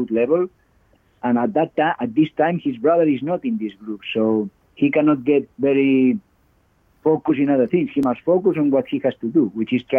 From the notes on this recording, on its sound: With much of the world in lockdown as it stands, we instead kick off with a three-way phone call.